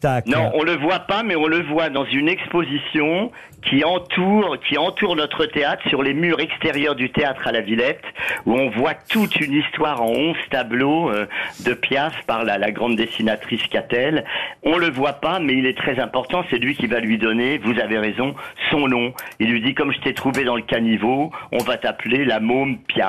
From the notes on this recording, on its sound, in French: au téléphone des Grosses Têtes